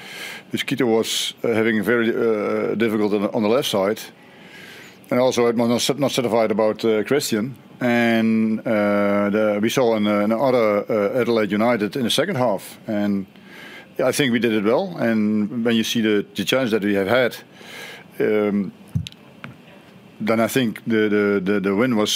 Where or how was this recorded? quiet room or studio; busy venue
busy venue